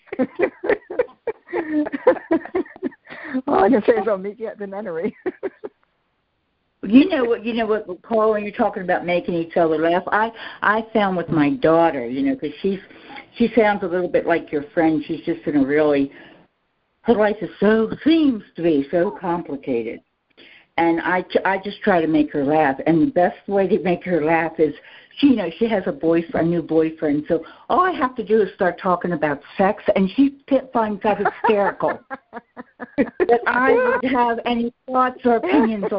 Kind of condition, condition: link, phone line